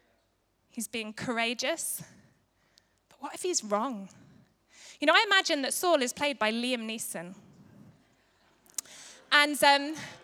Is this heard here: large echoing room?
yes